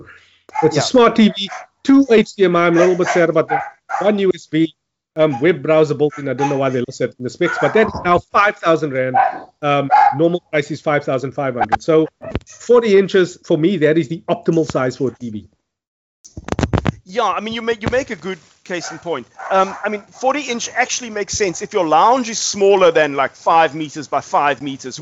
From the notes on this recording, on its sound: Recorded via Skype